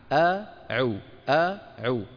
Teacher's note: لما منقول أعو أعو الهمزة من أقصى الحلق، أ العين من وسط الحلق يعني أعلى، أعو أعو. لاحظتم العين الفصيحة لا بد فيها من رجوع لسان المزمار إلى الوراء قليلا